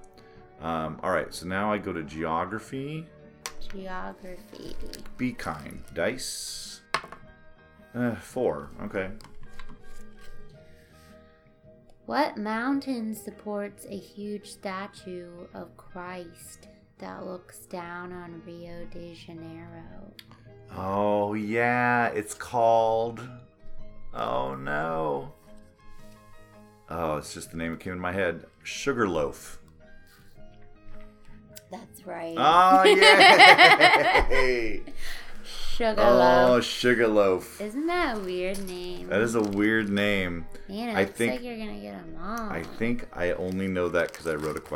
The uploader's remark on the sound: (Sorry for the ambient noise.)